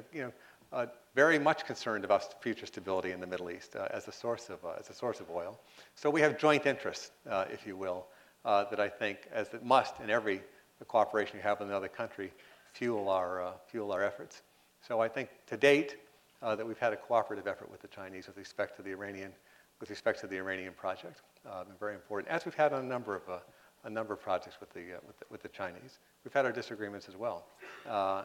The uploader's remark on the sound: responded to questions from the audience